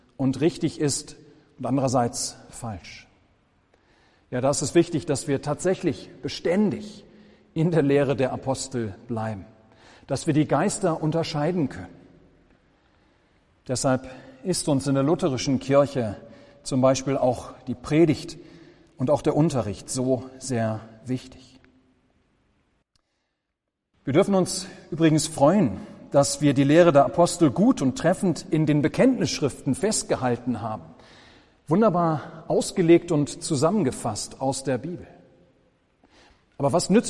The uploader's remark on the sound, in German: Gottesdienst